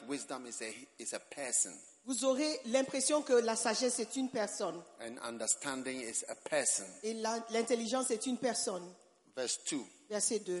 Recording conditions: live audience